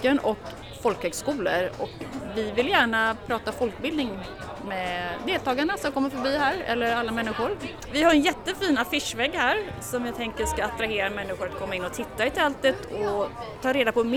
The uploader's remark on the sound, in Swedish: Folkbildningspodden ställer sex frågor till sex verksamma folkbildare under 2023 års Järvavecka i Stockholm med karuseller, film och partiledartal som ljudkuliss.